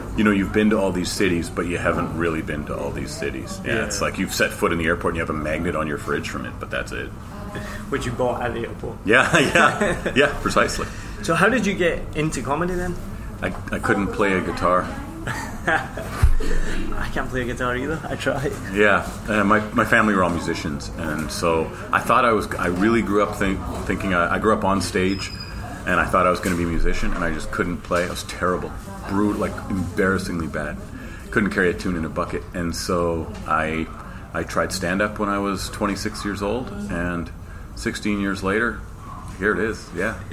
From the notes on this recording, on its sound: So apologies for the background noise, we were in the hotel restaurant that was thankfully mostly quiet.